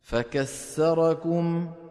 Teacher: إبدال الثاء سينا أو تاء